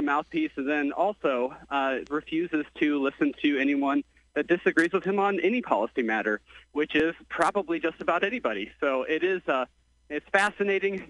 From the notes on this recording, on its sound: listeners call